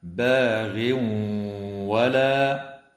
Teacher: ويدغم التنوين في الواو مع الغنة